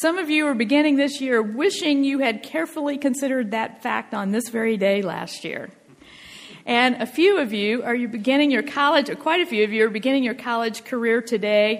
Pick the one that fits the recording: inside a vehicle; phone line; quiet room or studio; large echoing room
large echoing room